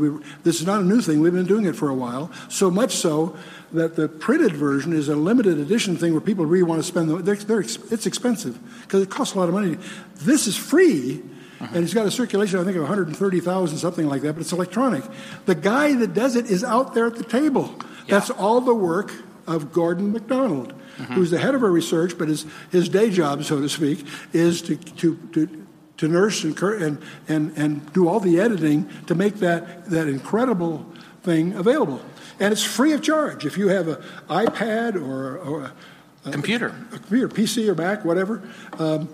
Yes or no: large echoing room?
yes